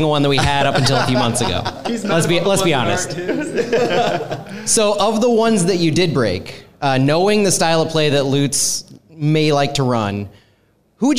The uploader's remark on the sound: We all sat down for a live show and Q&A before St. Louis CITY SC's historic match at CITYPARK vs Bayer Leverkusen.